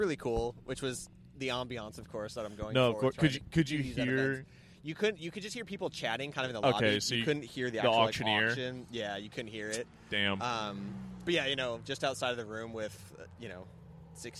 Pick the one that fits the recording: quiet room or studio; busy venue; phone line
busy venue